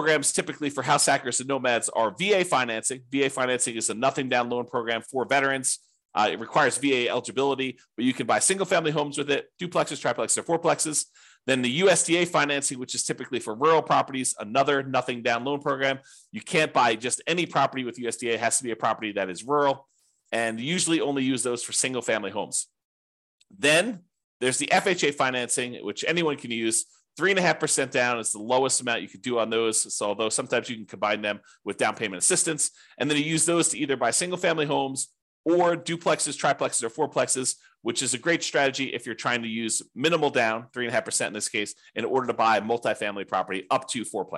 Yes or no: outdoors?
no